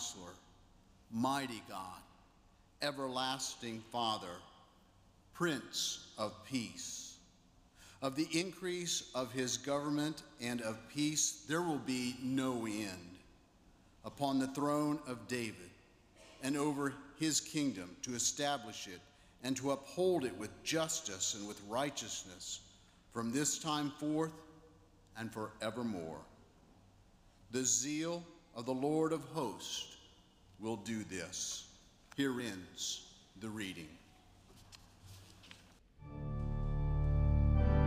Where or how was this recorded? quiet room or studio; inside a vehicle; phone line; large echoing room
large echoing room